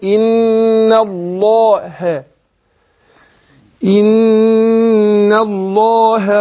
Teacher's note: بفخم اللام لفظ الجلاله